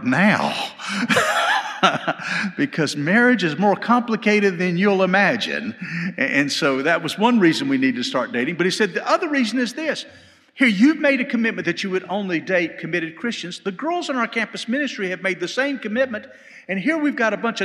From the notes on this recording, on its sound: This podcast was recorded live at FBC Hendersonville, NC during the Wednesday night Bible study.